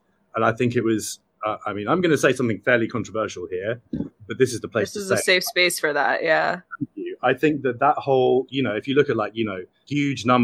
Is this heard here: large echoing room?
no